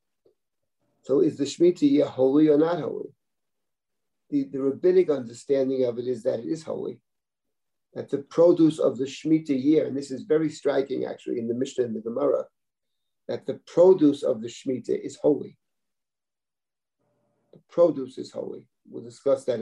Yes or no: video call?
yes